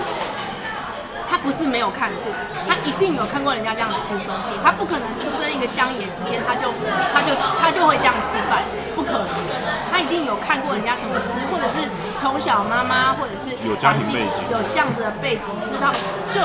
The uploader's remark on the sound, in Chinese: 現場有一點吵還請見諒喔!